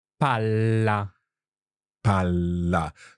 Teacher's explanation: So you're holding that L in your mouth and then finishing off the word.